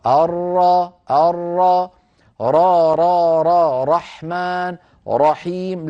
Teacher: انتبه إلى الراء في الرحمن الرحيم ولا تنطقها كالواو. أنا سمعتك تقول الرحمن الرحيم الرحمن الرحيم، يعني كأنك قربت الراء إلى واو.